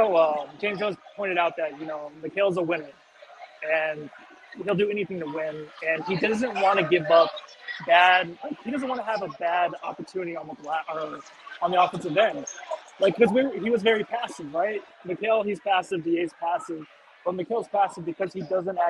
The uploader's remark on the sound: LIVE from Bright Side Night. Coming to live from the arena.